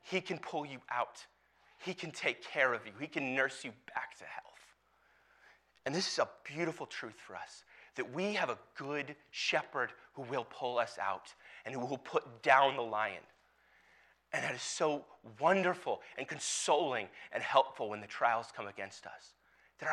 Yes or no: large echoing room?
yes